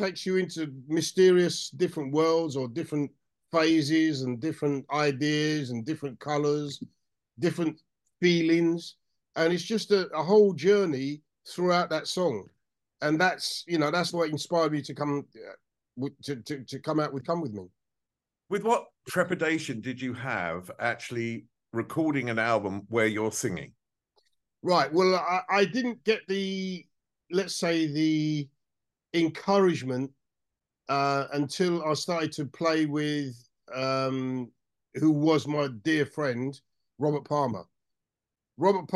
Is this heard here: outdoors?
no